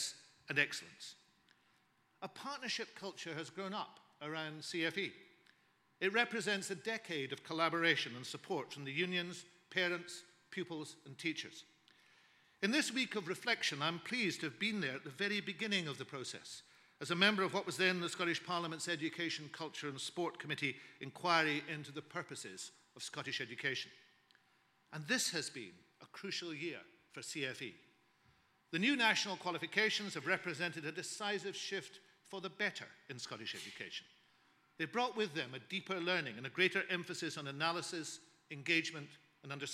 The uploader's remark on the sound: Scottish Learning Festival 2014 - Keynote Speech